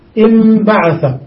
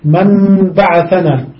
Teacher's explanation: النون قلبت ميما عند لقائها ساكنة مع الباء · Term: إقلابا